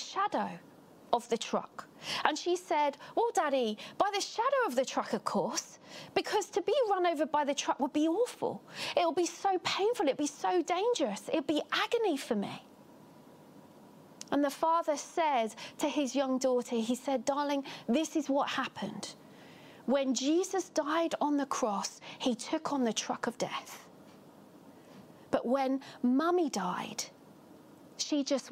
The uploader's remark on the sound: Catalyst Live Online Church Service.